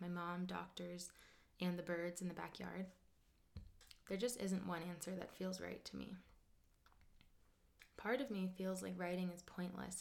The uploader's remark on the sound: It’s a live freestyled recording with some vocal overlays. There is a slight buzzing from the A/C in the intro, but, don’t worry, it isn’t there during the actual audio!